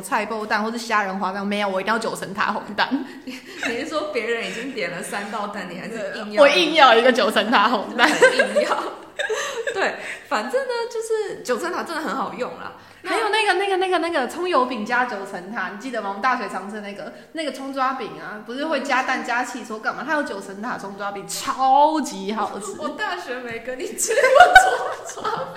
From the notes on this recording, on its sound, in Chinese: 這集因為換了一個錄音空間，後來發現有回音的問題，只好委屈一次大家的耳朵了